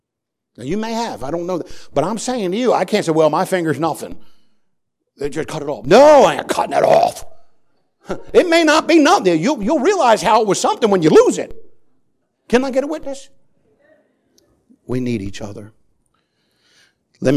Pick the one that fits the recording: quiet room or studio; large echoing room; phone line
large echoing room